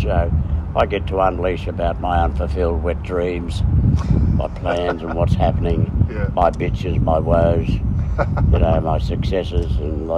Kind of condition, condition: fault, phone or laptop microphone